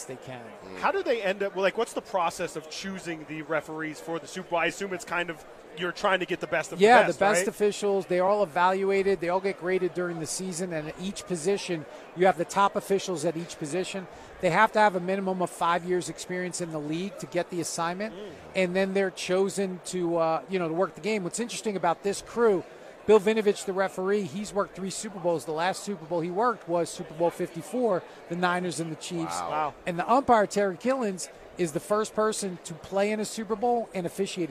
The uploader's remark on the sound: LIVE FROM RADIO ROW in Las Vegas.